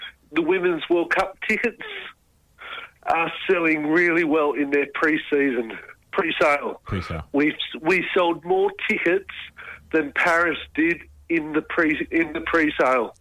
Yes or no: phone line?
yes